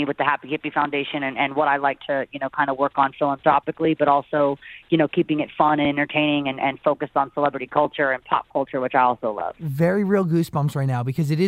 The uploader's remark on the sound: called